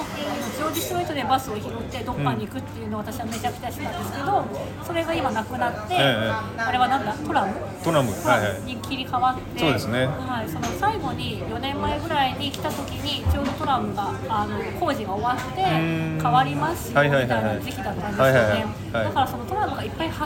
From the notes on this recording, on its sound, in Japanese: シドニーに来られていて、お忙しい中時間を作っていただき一緒にbreckyしてきました。カフェでの収録でしたので、周りの音がうるさい時があって聞きづらい部分があると思いますが、ご了承ください。